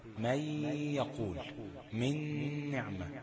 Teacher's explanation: يبقى في غنة بمقدار حركتين · Term: إدغام بغنة